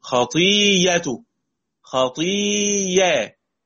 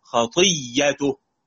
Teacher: سأبدل الهمزة المفتوحة هذه ياء مفتوحة، سأبدل الهمزة المفتوحة ياء مفتوحة.